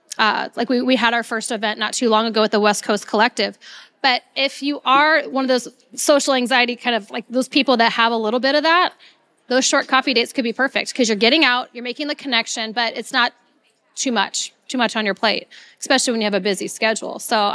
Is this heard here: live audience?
yes